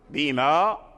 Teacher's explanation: لو وقفت على بما تنعدم الهمزة، بما فتنعدم الهمزة فيرجع المد طبيعي